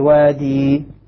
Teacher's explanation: الكسائي بتمامه يقف عليها بالياء في كلمة وادي النمل حتى إذا أتوا على وادي النمل يقف عليه وادي بالياء لأن الموجب طبعا للحذف في حالة الوصل التقاء الساكنين.